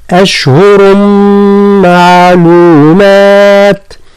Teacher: الحج أشهر معلومات، ثم أشهر، حذاري من التفخيم، أشهر لا نفخم إلا الراء، أشهر، ثم يعني حذاري من قلقلة الشين، لا نقول أشهر، أشهر، ثم التنوين تاع أشهر يقع إدغام في الميم تاع معلومات بغنة فتصبح أشهر معلومات.